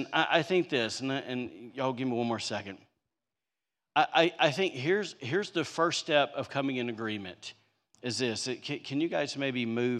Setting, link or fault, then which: setting, large echoing room